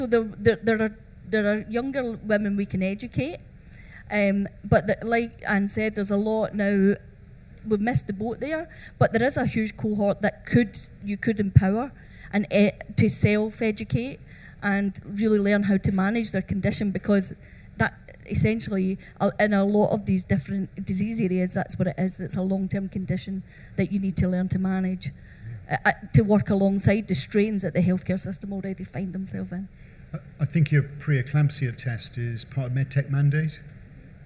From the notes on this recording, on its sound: At the Med-Tech Innovation Expo during the Med-Tech Innovation Conference